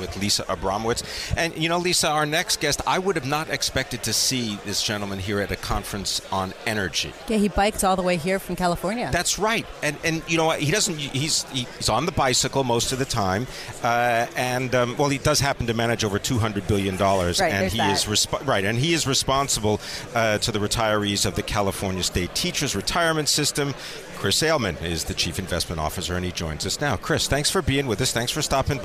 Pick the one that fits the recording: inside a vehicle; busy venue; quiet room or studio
busy venue